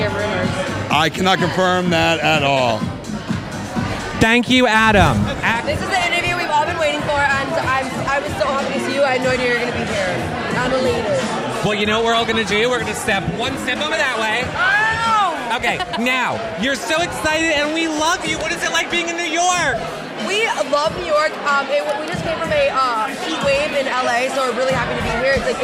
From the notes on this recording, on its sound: NYC Premiere Red Carpet Interviews! We are live from New York City at the Big Brother 18 Premiere Party.